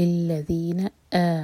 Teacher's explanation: حمزہ پر ہمیشہ cut off sound آنا چاہیے جیسے سانس رکنے کی آواز ہوتی ہے